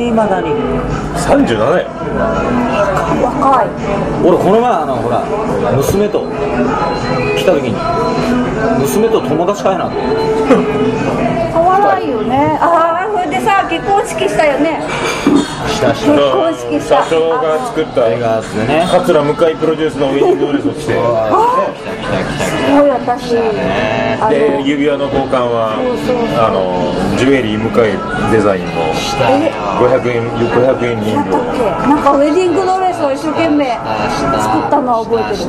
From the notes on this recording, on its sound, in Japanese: ミュージシャンの聖地ザ・満麺屋にて